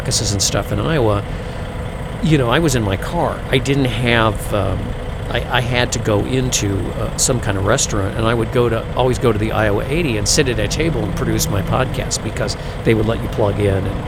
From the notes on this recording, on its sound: it’s time for a podcast live from the Love’s